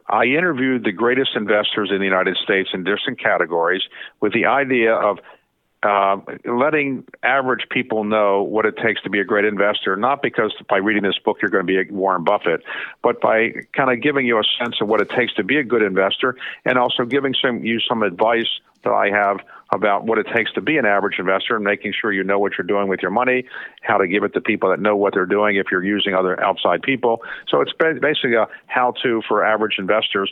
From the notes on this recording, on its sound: joined our 4-Timers club when he called